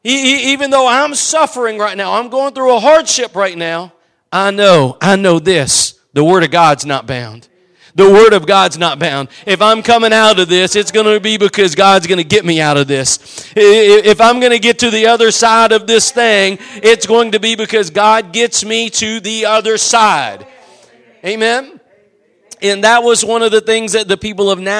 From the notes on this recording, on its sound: Preached at Gospel Lighthouse in Bossier City, La.